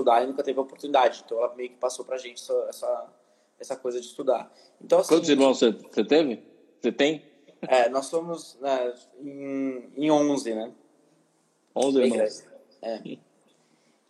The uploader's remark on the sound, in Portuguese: Live no Instagram